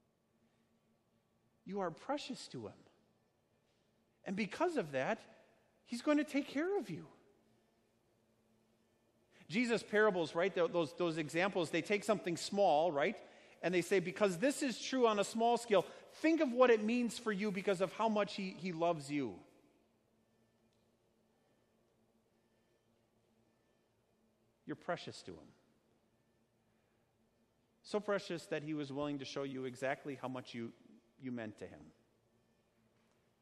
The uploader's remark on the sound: Sermon preached at Our Savior Lutheran Church in Birmingham, AL, on Sunday, July 28, 2019.